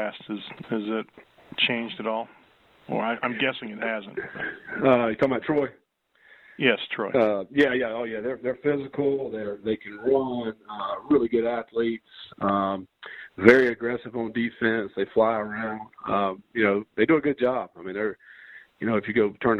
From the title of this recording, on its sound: Sun Belt Media Teleconference